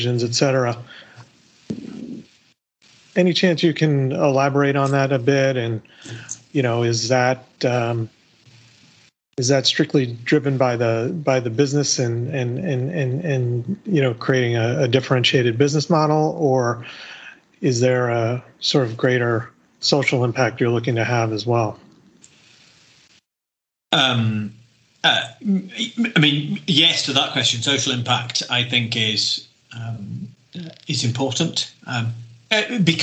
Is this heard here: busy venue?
no